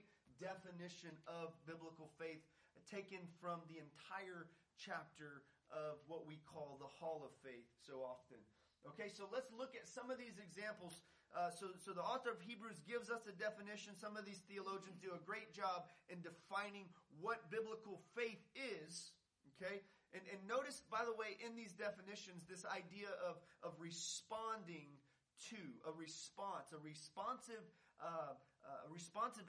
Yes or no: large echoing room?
yes